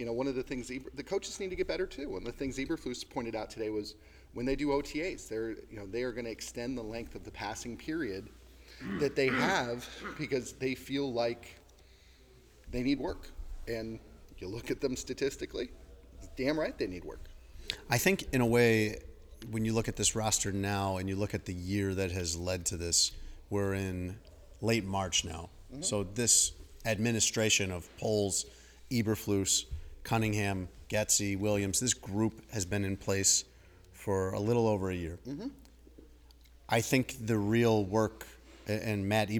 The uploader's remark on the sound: Live From The NFL Meetings. From the NFL's annual meetings in Phoenix.